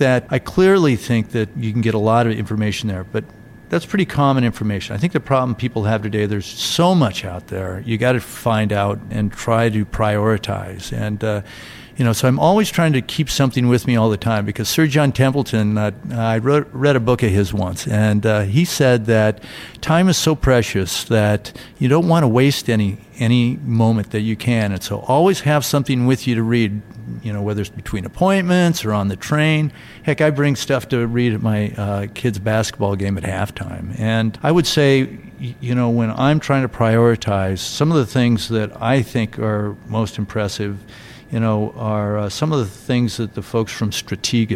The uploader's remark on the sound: This episode took place at a recent Institutional Investor conference for Corporate Funds and Insurance Portfolios, with the core discussion about ICMA-RC occurring in front of a live audience. Live Show Begins.